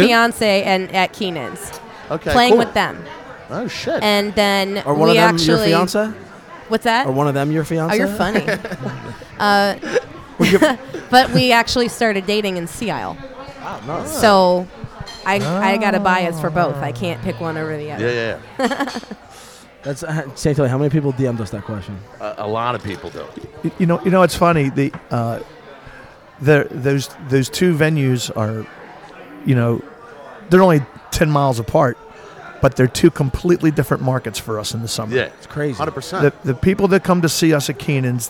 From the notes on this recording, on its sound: We go live at the Laughing Fox in Magnolia New Jersey